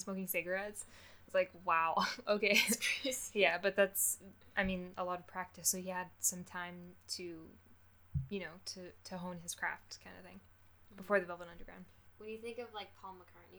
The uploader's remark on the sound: I still don't know how to use a microphone